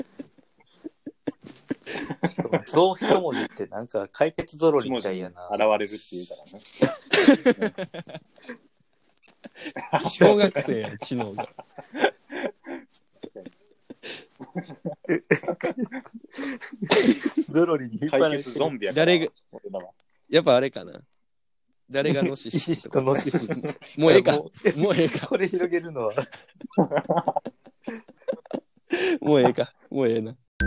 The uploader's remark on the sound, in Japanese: 縦走してる途中、テントの中で収録してます。